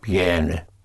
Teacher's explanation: push down on the E. It splits into IE.